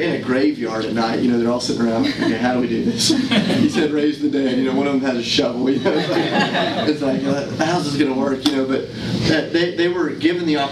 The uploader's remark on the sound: Today’s audio comes from the National Disciple Making Forum by Discipleship.org. An organization called Renew led a track called “Renewing the Teaching of Jesus for Disciple Making.”